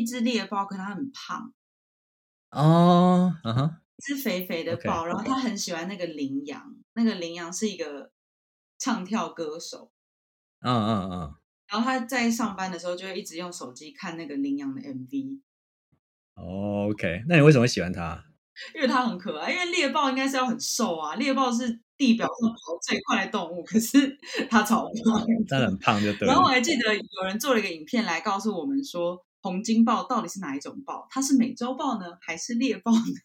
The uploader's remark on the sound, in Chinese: 在日本遠端錄音。麥克風壞掉了，音質欠佳請見諒。